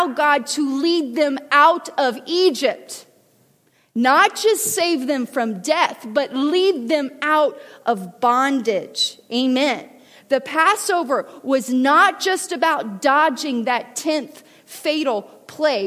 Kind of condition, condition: setting, large echoing room